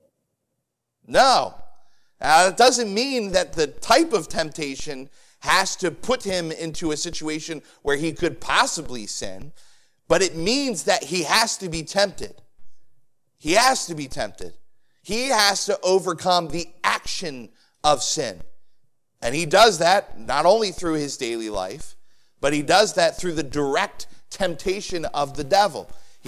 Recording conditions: large echoing room